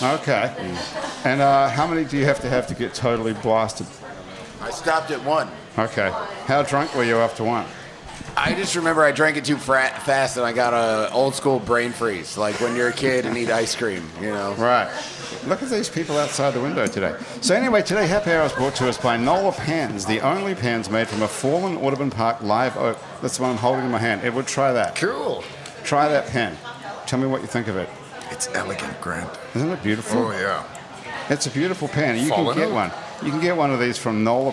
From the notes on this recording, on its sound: Happy Hour is recorded live at Wayfare in Uptown New Orleans.